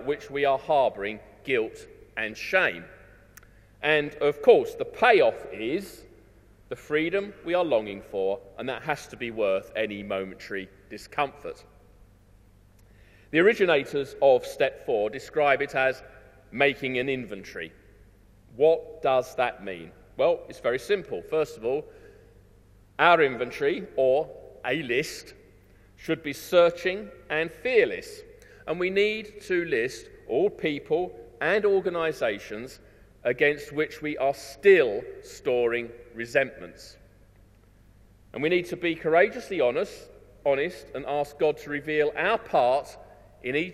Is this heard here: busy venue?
no